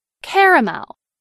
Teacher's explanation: In much of the Northeast and parts of the South, this word is pronounced with 3 syllables. Caramel. In parts of the Appalachian Mountains and much of the Midwest, many Americans pronounce this word with 2 syllables, as in caramel.